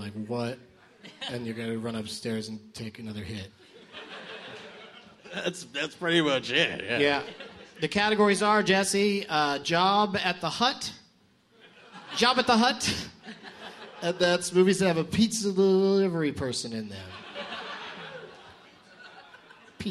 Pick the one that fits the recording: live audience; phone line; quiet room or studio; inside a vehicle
live audience